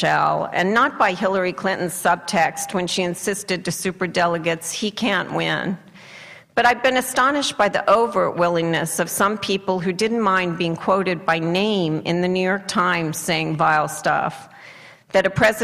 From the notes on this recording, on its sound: addresses an audience at UC Santa Barbara